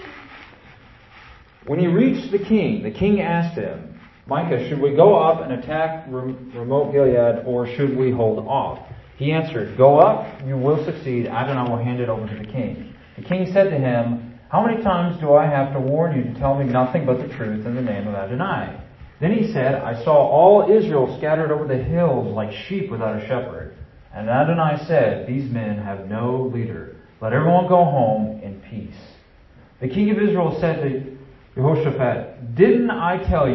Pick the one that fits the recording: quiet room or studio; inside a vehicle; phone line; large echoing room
large echoing room